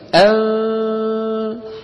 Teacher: الإخفاء ما في تشديد. أنفو، الفم مهيأ على الفاء لكن ما عم ننطق فاء